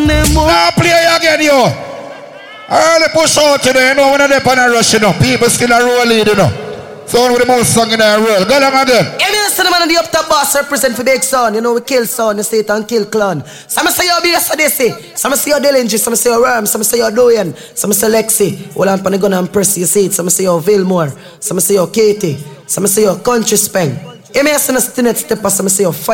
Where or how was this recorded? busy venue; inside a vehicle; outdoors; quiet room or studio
busy venue